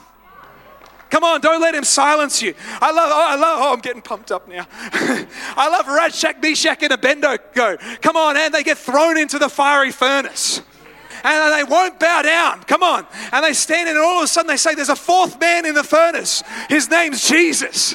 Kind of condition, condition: setting, large echoing room